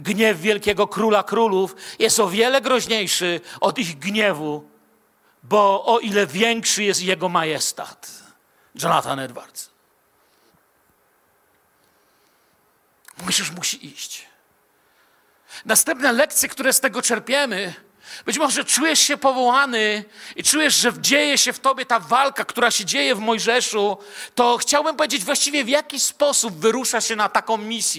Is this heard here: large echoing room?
yes